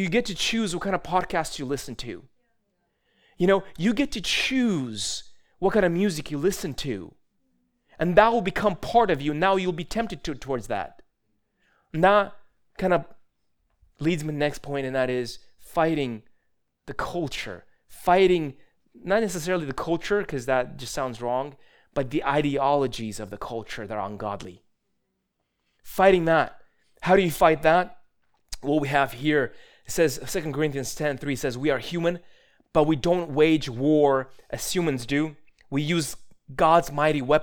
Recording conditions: large echoing room